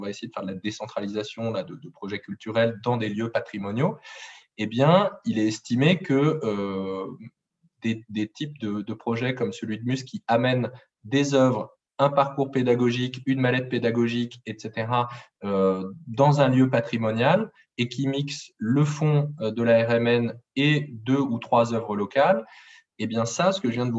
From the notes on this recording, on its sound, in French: Enregistré sur zoom.